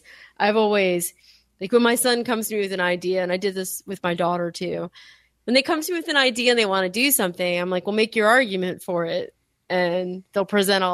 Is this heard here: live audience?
no